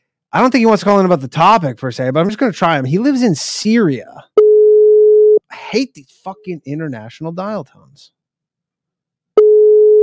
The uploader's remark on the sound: The bad advice question/call in show.